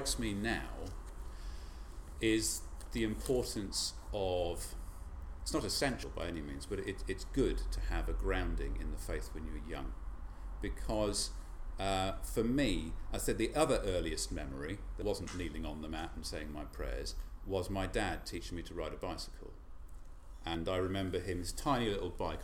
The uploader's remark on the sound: It was recorded at their new service held in the St Micheal's rooms on the second Sunday of the month at 6:30 pm.